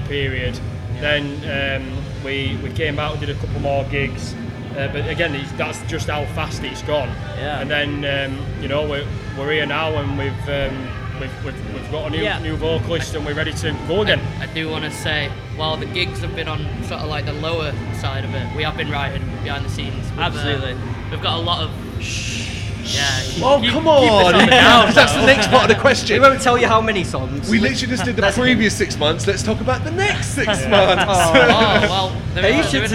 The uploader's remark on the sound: Live From AoniaFest V. Live at the festival.